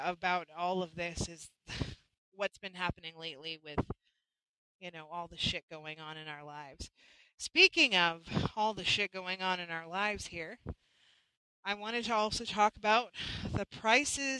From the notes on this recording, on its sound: Our Internet was a little choppy for this live.